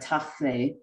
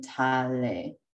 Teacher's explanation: coda fricatives were deleted, but then there was compensatory vowel lengthening · Shown in: second take